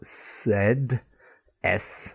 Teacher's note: the S sound is without the voice or voiceless, and the Z sound is voiced, and it sounds like the noise of a bee.